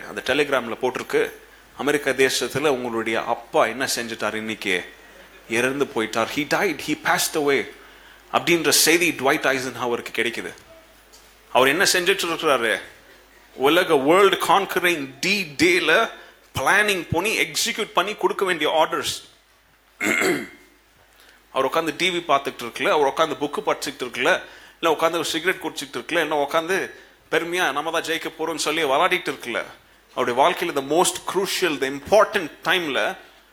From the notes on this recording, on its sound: Christmas Service 2017. Preached at the old sanctuary of Agape Bible Church.